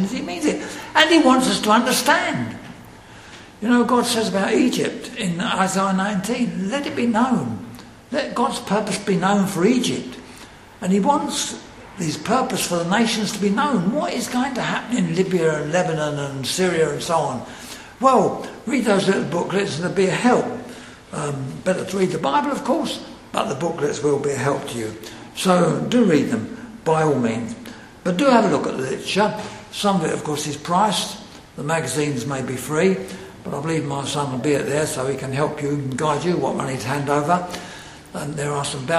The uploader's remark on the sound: Secretary's remarks at the Centenary Conference in London at Westminster Baptist Church on Saturday 24th November 2018.